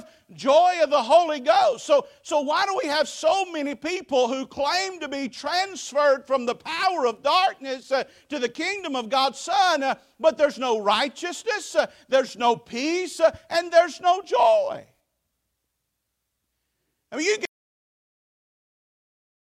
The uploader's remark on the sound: Preached at Faith Baptist Church 9/17/23